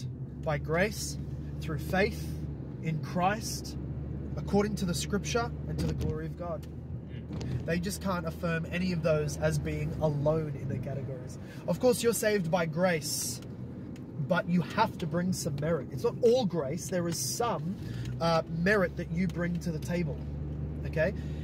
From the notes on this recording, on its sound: Carpool Q&A